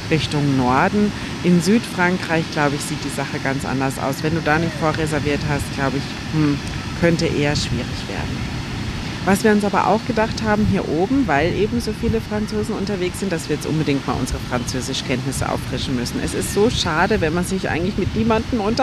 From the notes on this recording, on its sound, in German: Live vom Strand auf deine Ohren. Mach dich auf Wellenrauschen während der Episode gefasst…